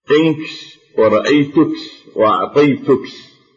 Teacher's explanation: وربما زادوا على الكاف في الوقف شينا حرصا على البيان · Term: كشكشة ربيعة